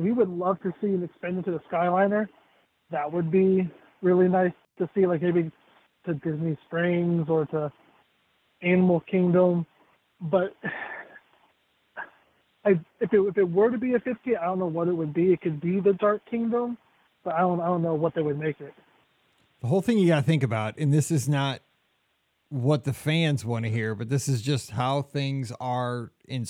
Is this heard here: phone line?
yes